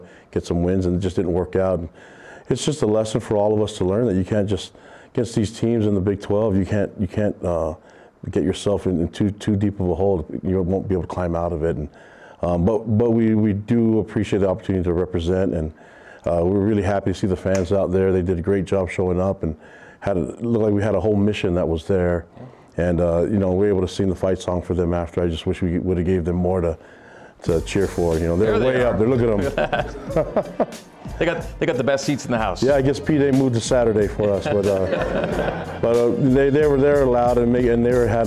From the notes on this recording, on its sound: A live audience in Studio C.